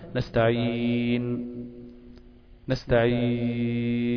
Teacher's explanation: أقول نستعين بضم الشفتين هكذا ضما خفيفا · Term: الإشمام